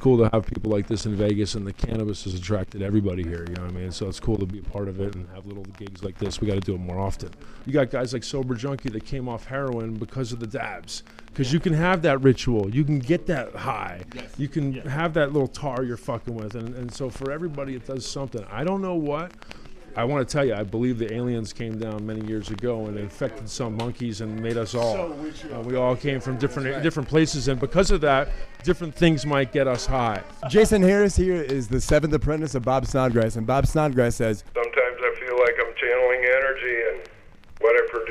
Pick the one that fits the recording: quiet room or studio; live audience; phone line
phone line